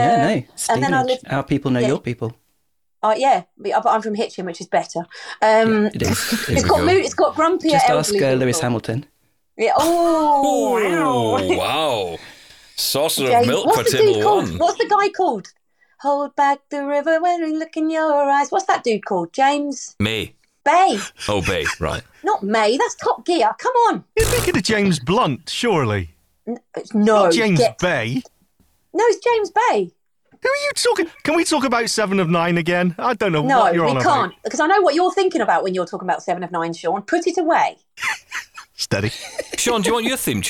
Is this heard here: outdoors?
no